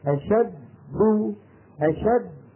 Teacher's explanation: الدال الأولى ساكنة مدغمة خرجت بالتصادم بين طرفي عضو مفصل. دو دال متحركة خرجت بالتباعد بين طرفي عضو مفصل.